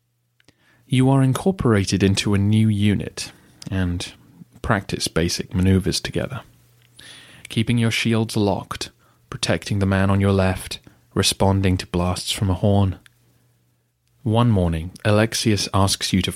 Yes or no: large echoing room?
no